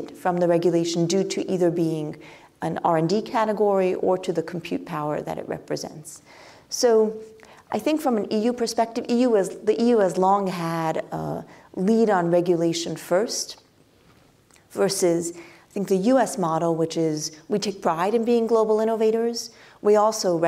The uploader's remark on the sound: Conversations recorded on Tuesday, February 6, 2024 at "The Futurist: The Rise of AI" event.